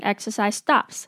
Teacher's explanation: exercise 的 se 跟 stops 的 s 会连在一起 · Term: 连音